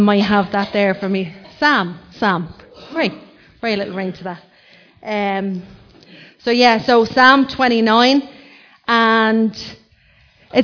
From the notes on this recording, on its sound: Recorded live in Liberty Church